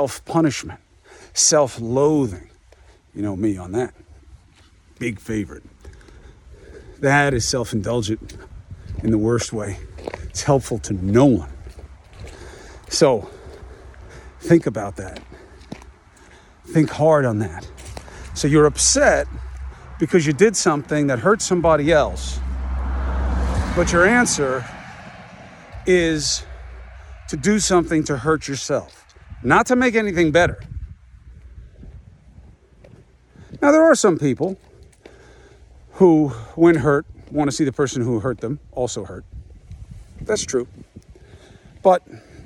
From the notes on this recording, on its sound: Walk and Talk